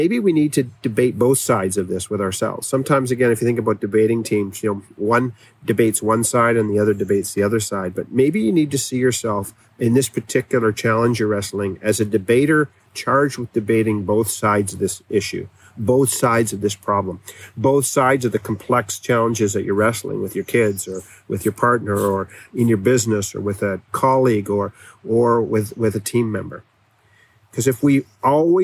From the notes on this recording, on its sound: Please overlook the rawness of the audio on this episode that I recorded on my iPhone at the picnic table at my campsite.